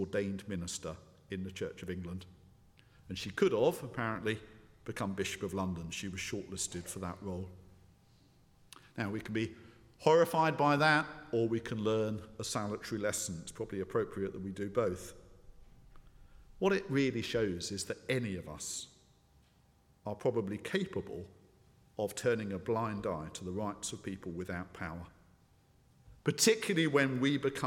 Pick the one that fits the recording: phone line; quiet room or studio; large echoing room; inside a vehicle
large echoing room